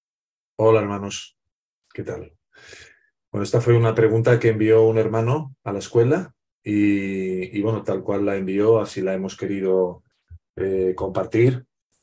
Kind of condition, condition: link, video call